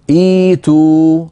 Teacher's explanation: فنبدأ بهمزة مكسورة لأن الحرف الثالث في الحقيقة مكسور، وما ضم في هذه الأفعال إلا لمجانسة واو الجماعة بعدها.